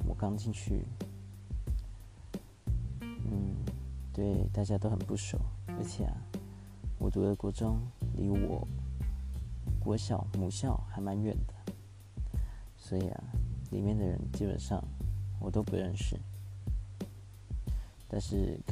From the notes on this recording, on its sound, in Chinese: 錄音設備尚未完善，只能使用earbuds 來做錄製，音質表現還請見諒。